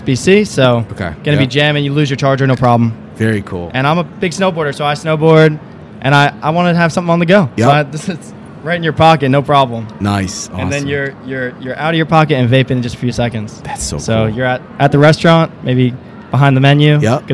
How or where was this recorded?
busy venue